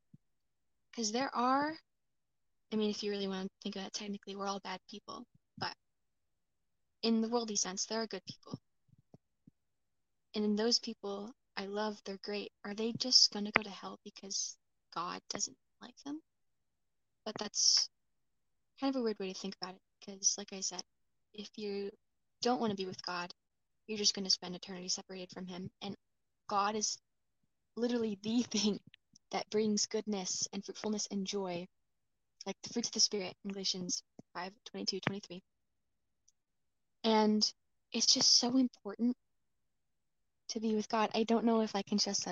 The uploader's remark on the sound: I desperately need a new mic